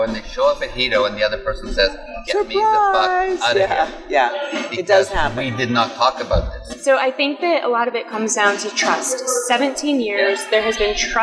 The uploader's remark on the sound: Join us on location at Hedonism II Resort on Negril Beach, chatting with some first timers.